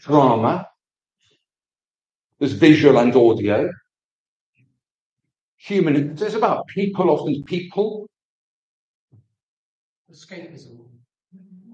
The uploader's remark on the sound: This service came from our Church Centre so the sound quality is not as good as normal.